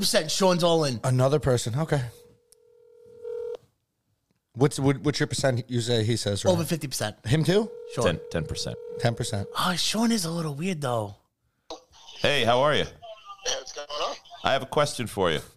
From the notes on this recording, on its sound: A special Phone call